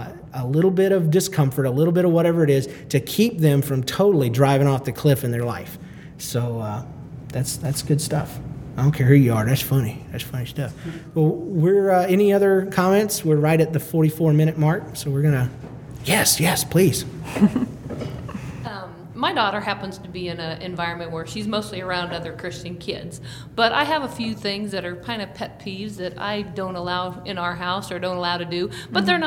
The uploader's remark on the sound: Recorded LIVE at the SFLC Marriagability Conference in Kansas City, Missuri.